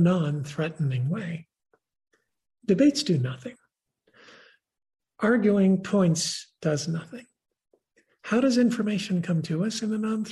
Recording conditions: video call